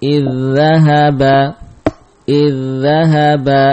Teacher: Taib, contohnya adalah kalimat id bertemu dengan dhahaba, ada pertemuan dzal sukun dan dzal berharokat, maka dibaca dengan idgham · Term: idgham mutamatsilain